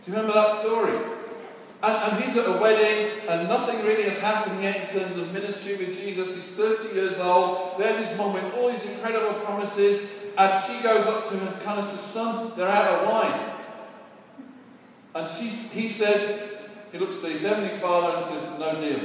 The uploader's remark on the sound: Sorry for the poor recording quality.